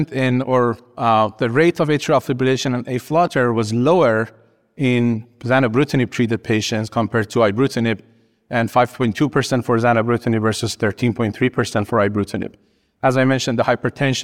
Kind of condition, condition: setting, busy venue